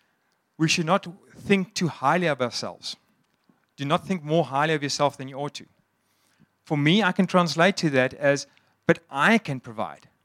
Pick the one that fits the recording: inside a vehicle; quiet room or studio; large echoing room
large echoing room